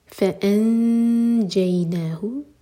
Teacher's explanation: جیم کے لیے اخفا دو سیکنڈس کا ٹائم دیں گے